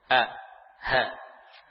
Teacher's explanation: Ha dari pangkal tenggorokan. Seperti hamzah.